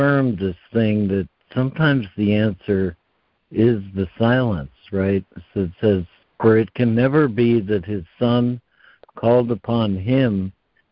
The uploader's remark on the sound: ACIM Daily Conference Call.